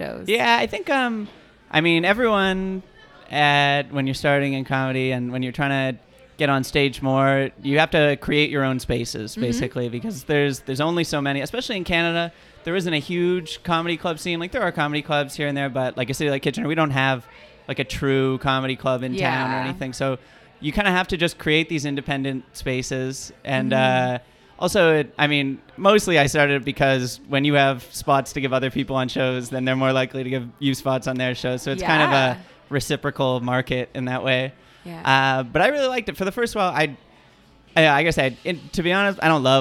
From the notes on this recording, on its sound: Recorded live at Jane Bond. Kitchener Waterloo.